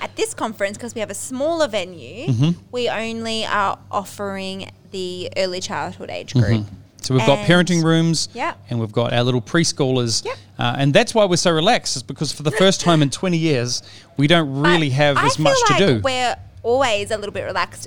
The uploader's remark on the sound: Recorded live during the setup for Colour Conference in Sydney Australia.